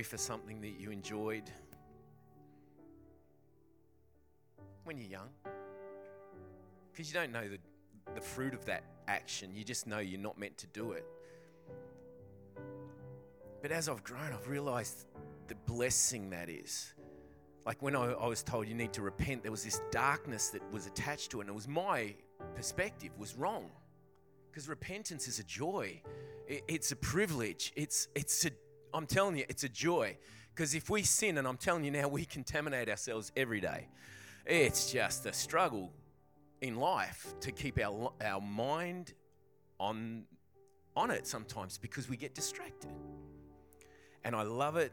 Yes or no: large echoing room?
yes